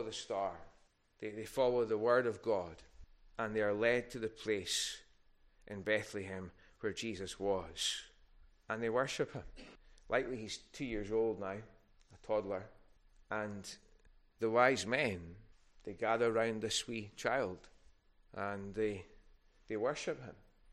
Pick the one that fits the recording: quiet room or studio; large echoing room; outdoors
large echoing room